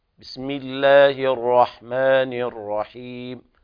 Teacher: في البسملة اللام في لفظ الجلالة ترقق